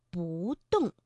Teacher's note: 因为动是去声，所以在这儿呢我们读二声